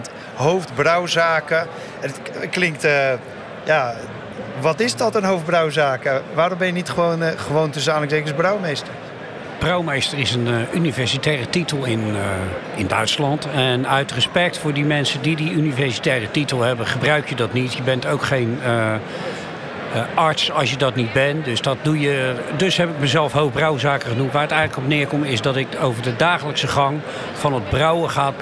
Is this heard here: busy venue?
yes